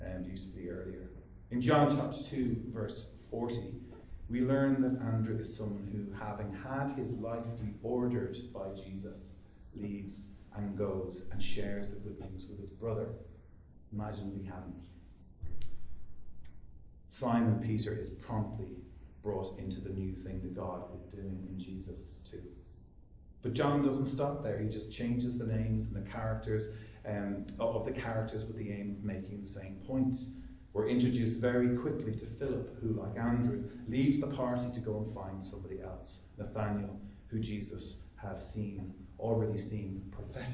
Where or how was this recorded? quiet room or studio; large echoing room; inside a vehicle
large echoing room